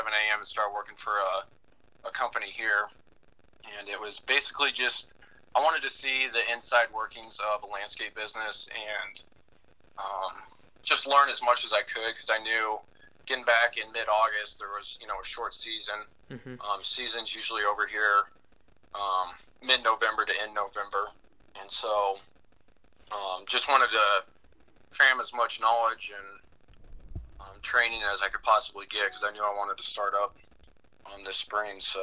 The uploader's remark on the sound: A former Marine, called in this week.